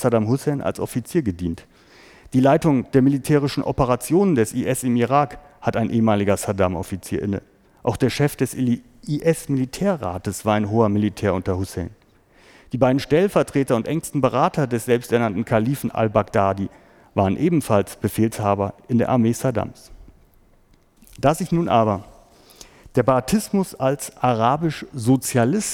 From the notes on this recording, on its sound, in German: Mitschnitt eines Vortrages.